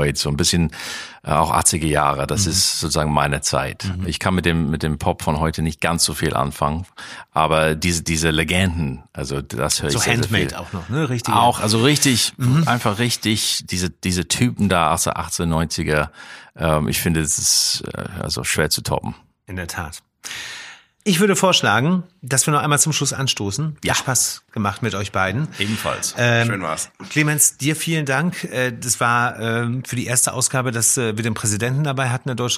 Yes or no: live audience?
no